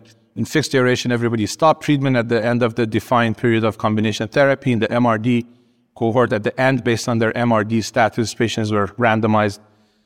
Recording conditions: busy venue